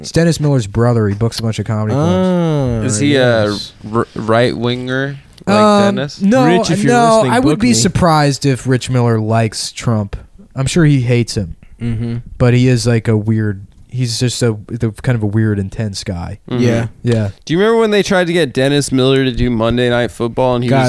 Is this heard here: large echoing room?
no